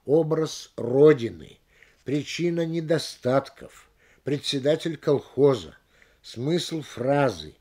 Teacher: В определении обычно больше точности, реального смысла, поэтому ударение всегда падает на определение в родительном падеже. · Term: закон родительного падежа